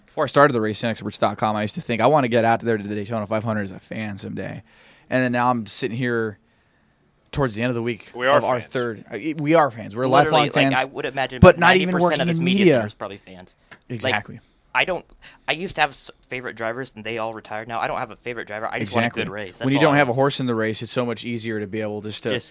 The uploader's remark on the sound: Live from Daytona